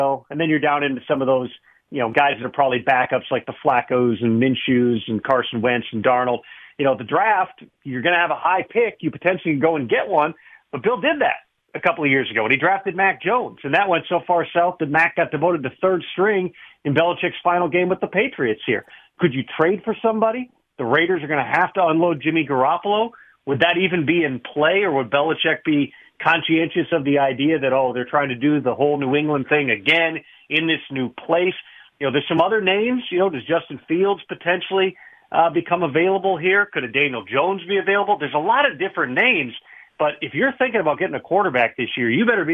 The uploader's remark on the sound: Phone Calls | More Phone Calls